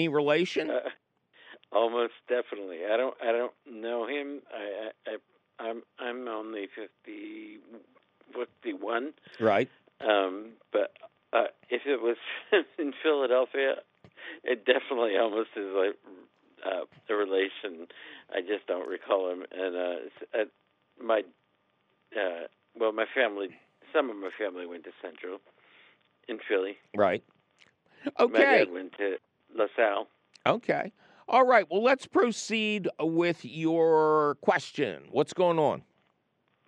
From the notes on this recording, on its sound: your fabulous phone calls!